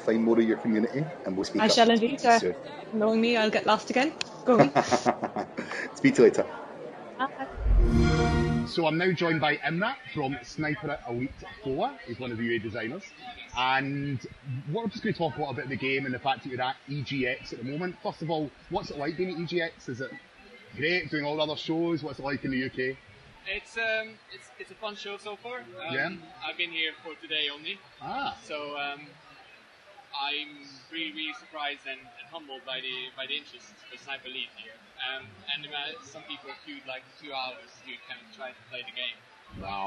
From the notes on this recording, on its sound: EGX 2016 Minicast. Please note the audio quality is not up to our usual standard due to being recorded live at the Event. EGX in the UK.